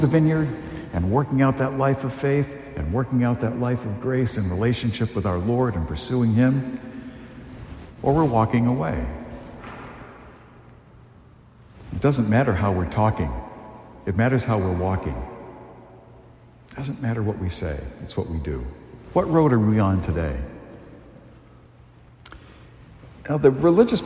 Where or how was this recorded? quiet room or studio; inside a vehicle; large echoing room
large echoing room